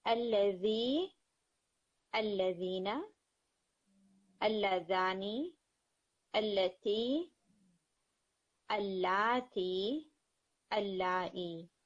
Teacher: یہ جتنے اسماء موصولہ ہیں ان میں لام التعریف مرج ہو گیا ہے، ادغام ہو گیا ہے